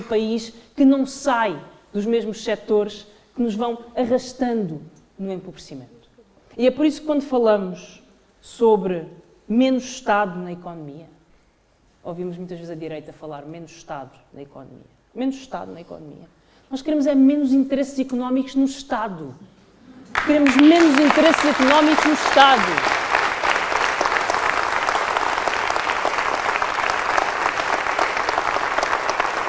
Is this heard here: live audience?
yes